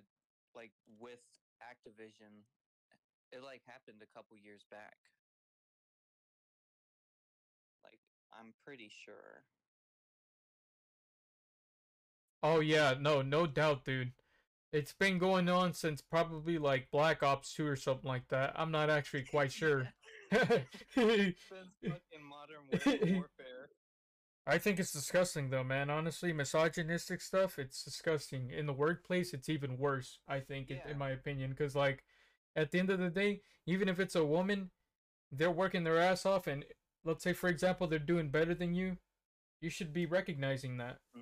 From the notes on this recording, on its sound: The audio quality fell short this ep